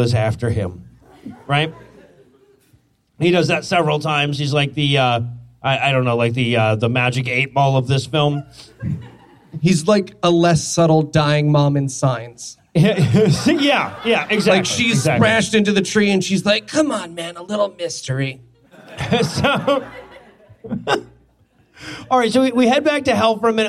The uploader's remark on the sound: LIVE from Los Angeles